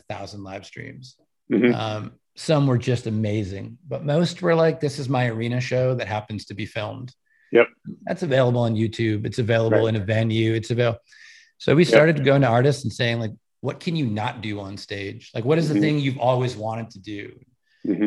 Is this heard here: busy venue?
no